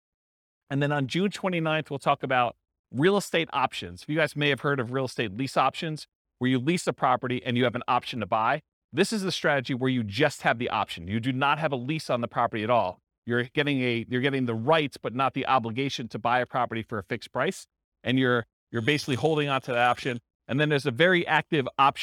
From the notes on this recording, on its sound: This was a live class recorded